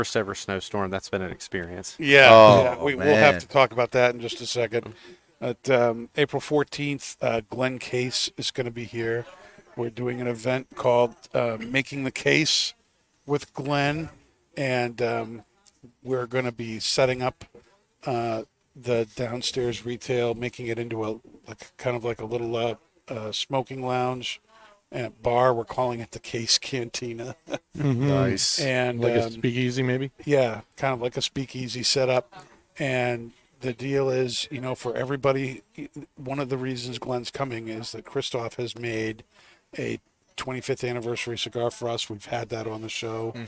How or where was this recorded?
busy venue